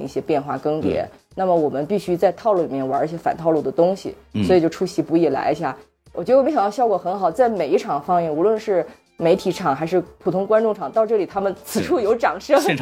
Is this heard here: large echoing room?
no